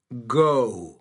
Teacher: Una pequeña O seguida de U